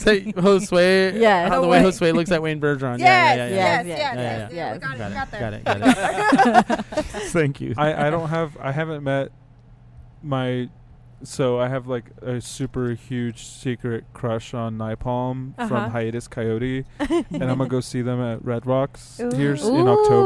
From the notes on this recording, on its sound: We had a chance to do a recording over at The Cotillion, the historic event venue built in 1960.